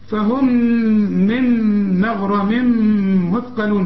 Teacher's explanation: ميم بدون تشكيل بعدها ميم إدغام كامل بغنة